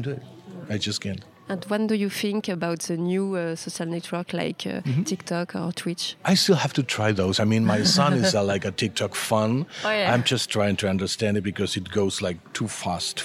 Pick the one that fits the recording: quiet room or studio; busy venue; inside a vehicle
busy venue